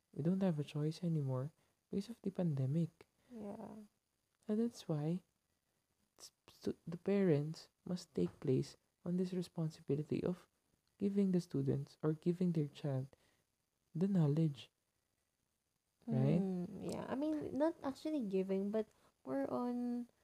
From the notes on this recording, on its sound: late-night convo (thus, explains the lazy & quiet sound of this convo)